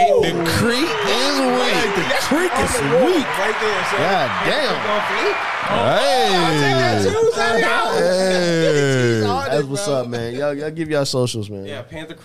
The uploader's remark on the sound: On today's show, we live at Panther Creek Brew's.